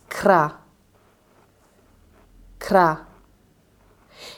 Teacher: quando pronunciate la k è la parte posteriore della lingua che tocca il palato. Indietro, verso la gola, mentre quando pronunciate la R, tutto avviene nell'arcata superiore dei denti.